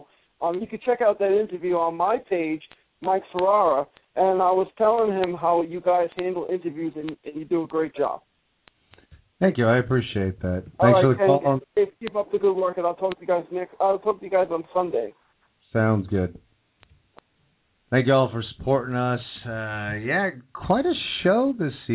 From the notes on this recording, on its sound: of course YOUR phone calls